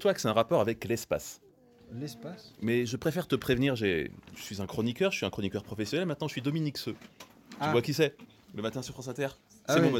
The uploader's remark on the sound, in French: Episode enregistré lors de l'événement mensuel "the last jeudi" qui se déroulait à Pleaux dans le Cantal.